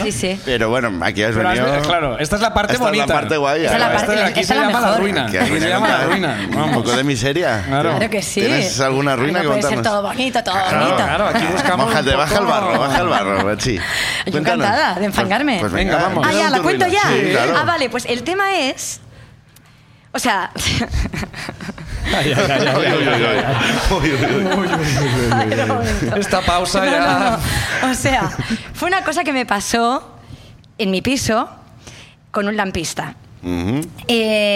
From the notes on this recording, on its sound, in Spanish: Nos pone un audio de whatsapp contando el horror que sucedió en su casa. El público sube a compartir historias.